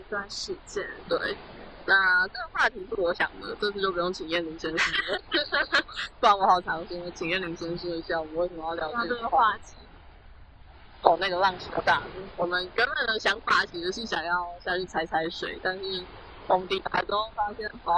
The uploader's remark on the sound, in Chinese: 因為在室外錄音，聲音有點爆，建議開小聲一點